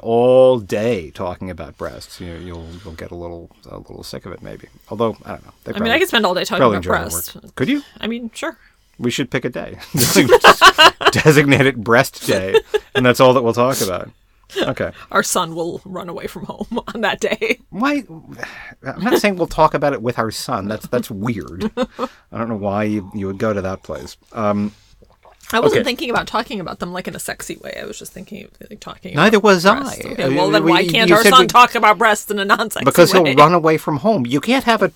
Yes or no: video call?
no